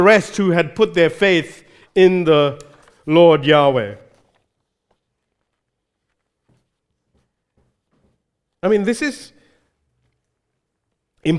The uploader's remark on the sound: recorded live at Grace Community Bible Church